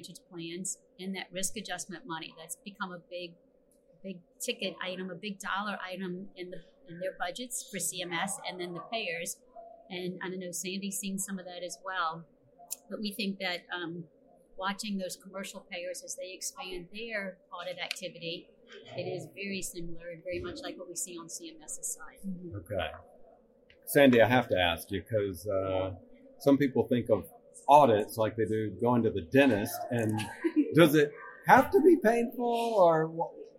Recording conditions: busy venue